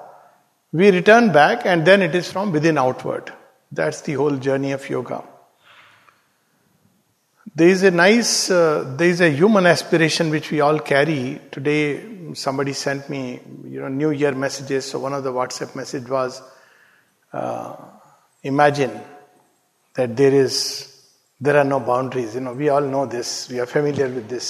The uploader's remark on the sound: This talk delivered at Savitri Bhavan